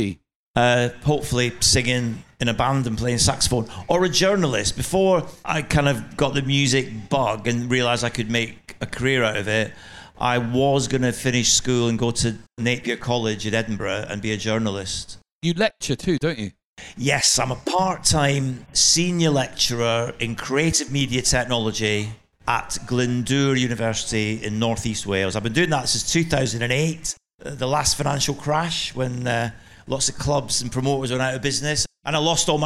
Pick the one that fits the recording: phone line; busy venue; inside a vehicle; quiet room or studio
busy venue